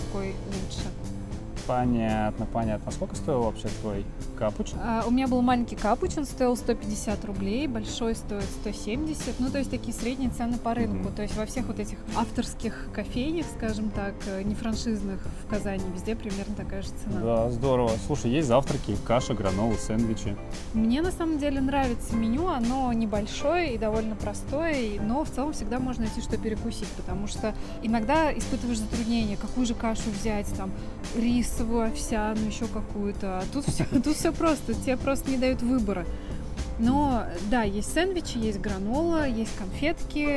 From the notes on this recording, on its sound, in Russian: Казань. В этот раз мы прошлись по шумной части города от улицы Калинина, вверх по Вишневского к парку им. Горького, а потом пешком дошли до Баумана.